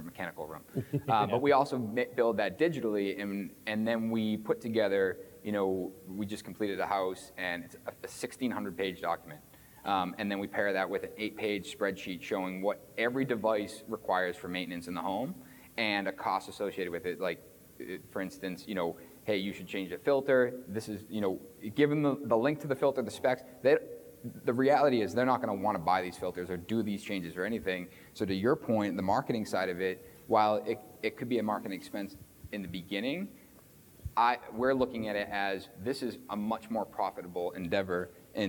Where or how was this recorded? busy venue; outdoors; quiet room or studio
busy venue